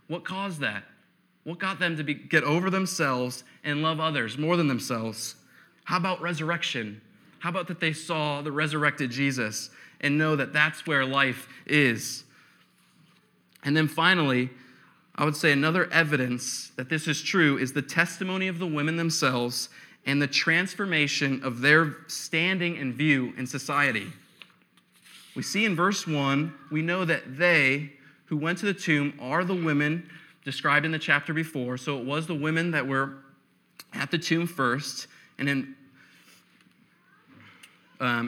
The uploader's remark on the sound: preached on November 8, 2015 at Veritas East